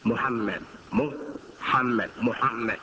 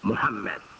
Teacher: It's actually a blend of the U and the O